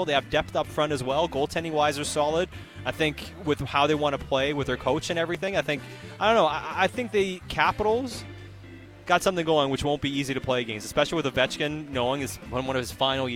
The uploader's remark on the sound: live from Parq Casino